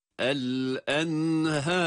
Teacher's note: ha'yı ince bir sesle uzatarak okuyoruz fakat ra kalın olarak telaffuz edilmelidir